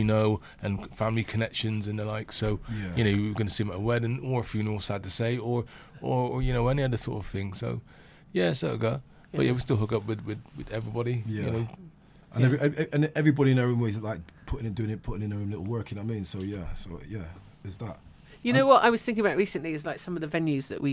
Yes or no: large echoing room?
no